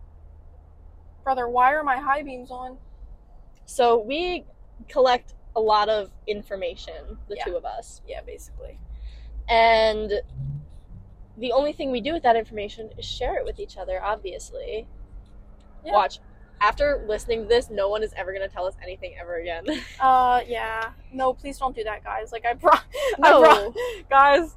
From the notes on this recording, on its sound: sorry about the mics we’re working on sorting them out!